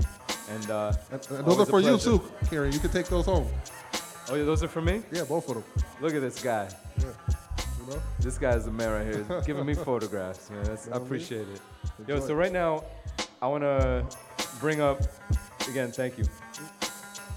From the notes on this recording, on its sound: Originally broadcast live on October 18, 2018 from the storefront of Kinfolk 90 in Williamsburg, Brooklyn, New York City.